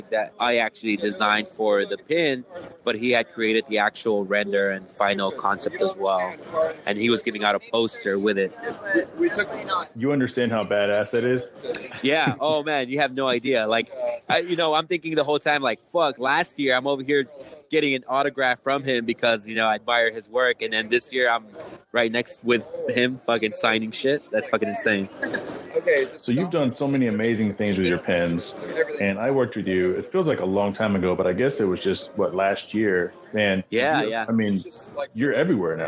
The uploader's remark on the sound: Special SEMA 2019 edition. Live from SEMA.